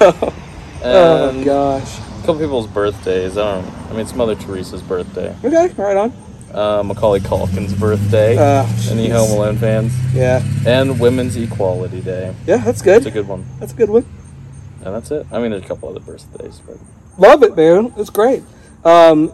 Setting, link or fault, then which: setting, outdoors